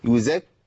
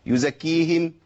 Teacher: حققت مخرج الكاف بقطع الصوت · Shown in: first take · Term: الكاف المشدده